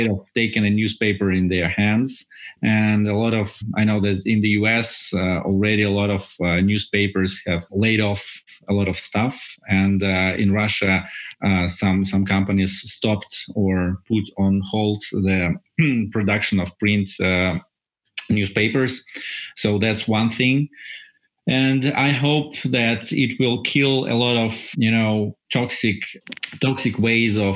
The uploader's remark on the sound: This episode was recorded via Zoom